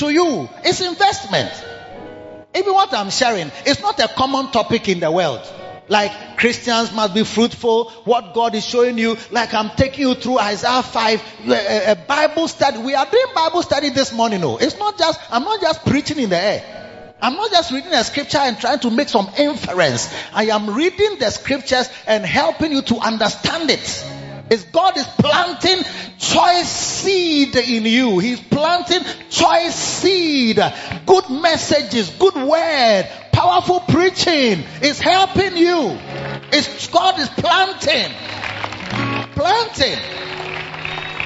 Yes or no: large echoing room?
yes